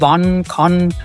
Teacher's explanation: Das ganz dunkle A, was mehr so in Richtung O geht, so O wie in wann, kann.